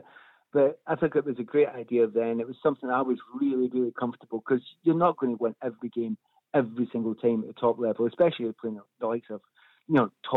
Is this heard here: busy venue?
no